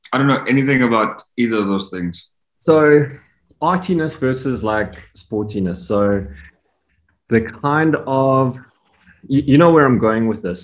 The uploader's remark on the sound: the Zoom call quality of this recording is appalling